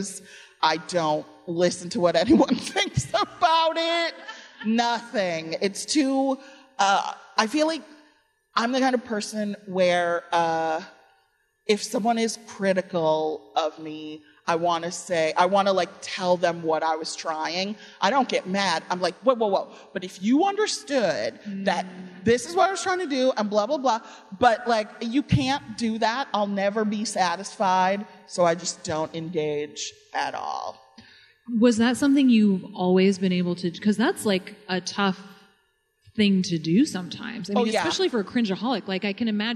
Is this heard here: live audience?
yes